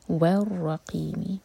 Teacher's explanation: اصحاب الکہف والرقیم، واو کے لیے ہمارے ہوٹ گول ہونے چاہیے، دانت ہوٹ پر بالکل نہیں لگیں گے، ہوٹوں کو گول کر کر. و والرقیم، را پر فتحہ تو را ہیوی، اور قاف کو حلق سے